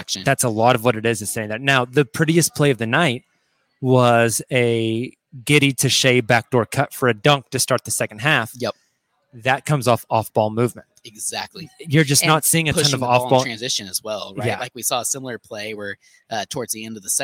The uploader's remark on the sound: go live from Prairie Ale House in OKC